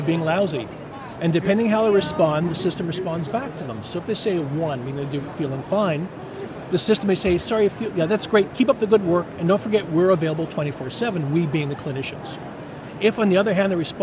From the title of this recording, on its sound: LIVE ftom #HIMSS17